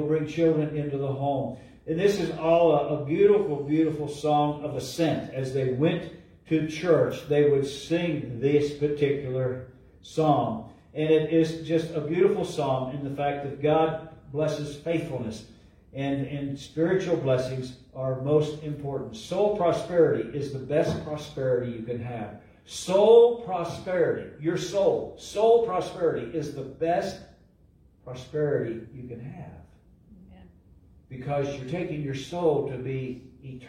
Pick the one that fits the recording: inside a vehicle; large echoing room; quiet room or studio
large echoing room